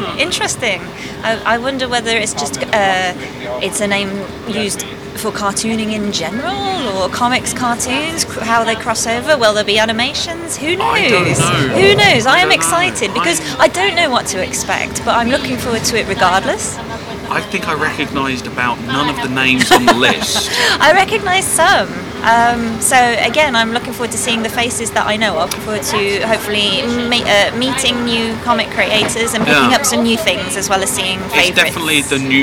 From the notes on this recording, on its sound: I went along to the Crouch End Cartoon Arts Festival 2015 and spoke to the people there